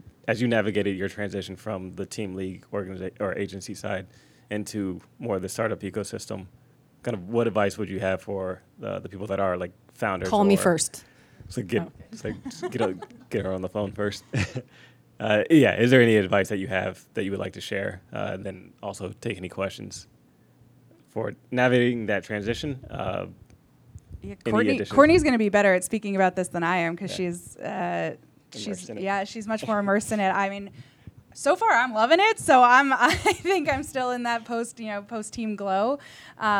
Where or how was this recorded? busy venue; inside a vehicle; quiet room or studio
busy venue